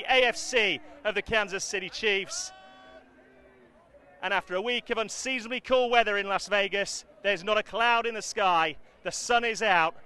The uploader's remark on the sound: Pre Match Fan Views From Outside Allegiant Stadium!